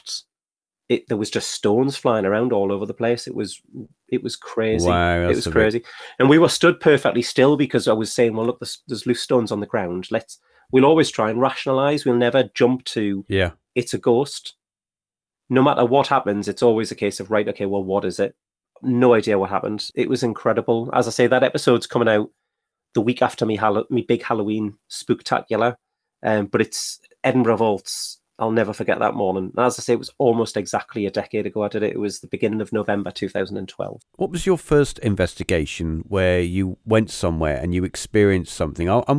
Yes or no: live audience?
no